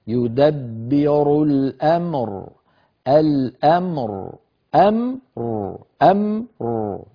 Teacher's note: وننتبه إلى الميم ألا تتقلقل أو لا يمتط صوتها زيادة، والراء تكون واضحة غير مقلقلة أيضا